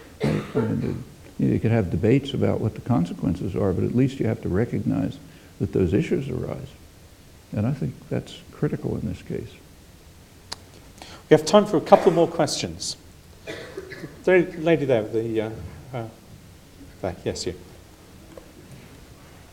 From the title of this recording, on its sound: UCL Rickman Godlee Lecture 2011 (Part 3 of 3): Questions & Answers